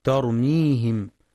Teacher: وفي قوله تعالى ترميهم بحجارة من سجيل يخطئ بعضهم فيقرأ ترميهم بتفخيم التاء ترميهم قريبا من الطاء